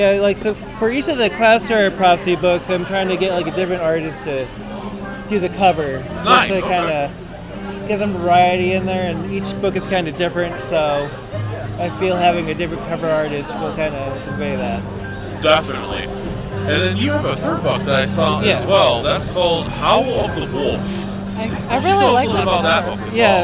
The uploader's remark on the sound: live at Geek Fest 2023